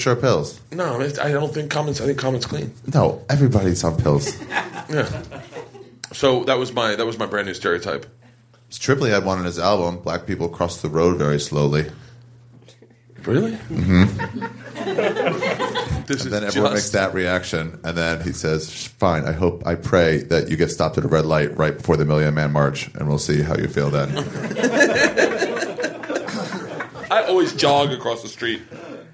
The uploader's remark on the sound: Live from the Just For Laughs Comedy Festival in Montreal. Sit down with me infront of a live audience.